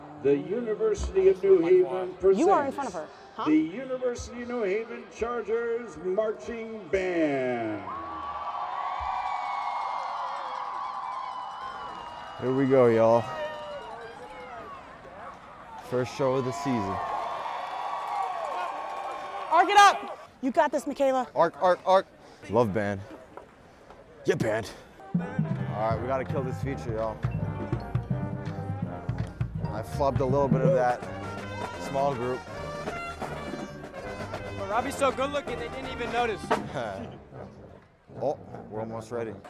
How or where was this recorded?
outdoors